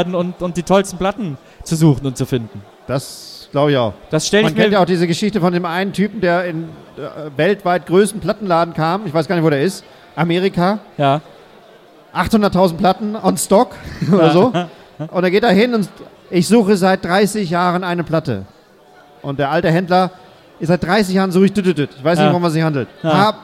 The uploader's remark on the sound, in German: Bonus Track, live. Der live-Mitschnitt von unserem Lounge-Event.